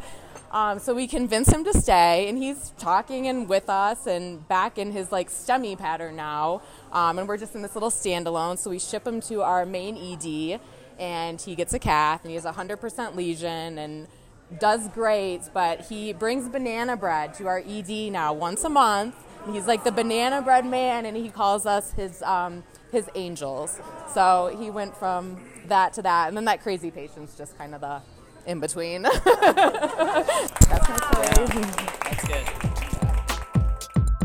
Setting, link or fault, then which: setting, live audience